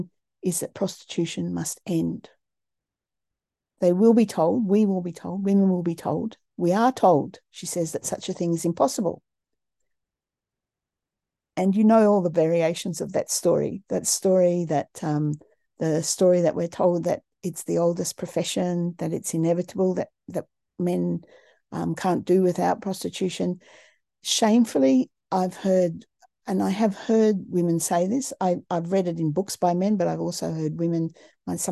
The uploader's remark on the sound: A live webinar on Sunday 27th August 2023 10am UK time.